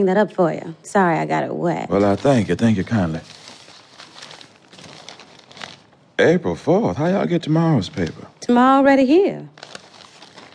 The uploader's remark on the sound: Recorded in Los Angeles before a live audience at The James Bridges Theater, UCLAm.